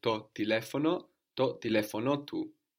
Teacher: when we have the accent third from the end and we put the possessive word afterwards, we come up again on the end to kind of join it all together · Term: double the accent